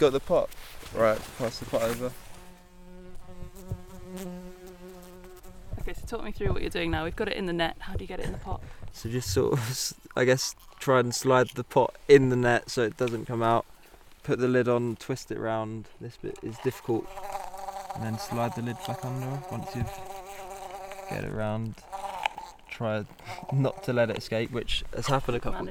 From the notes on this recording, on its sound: a day out on the mountain, catching and recording Arctic bumblebees